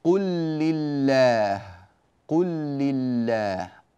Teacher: اللام الأولى أدغمت في اللام الثانية وصار النطق عندنا بلام واحدة مشددة · Term: الإدغام